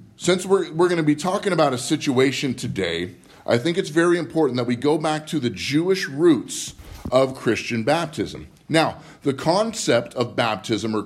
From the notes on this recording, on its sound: Live from Living Word Lutheran